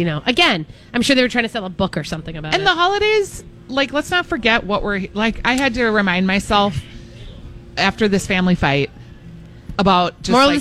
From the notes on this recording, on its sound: Live Broadcasting at EL Burrito!